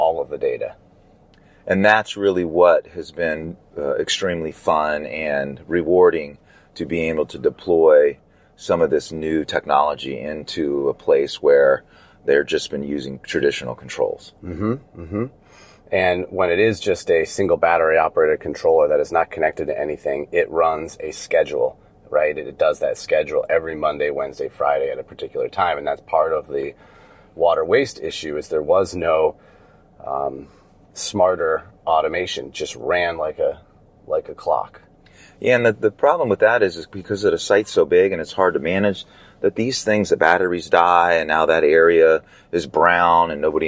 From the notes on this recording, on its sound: In the car, driving to the Hickam AFB in Honolulu Hawaii. From the island of Oahu, Honolulu.